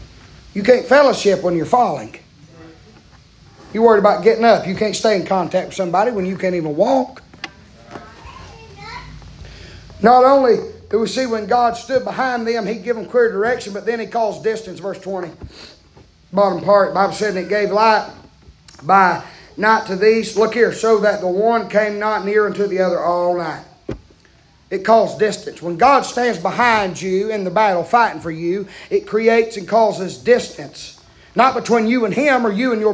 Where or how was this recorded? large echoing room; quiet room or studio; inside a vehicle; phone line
large echoing room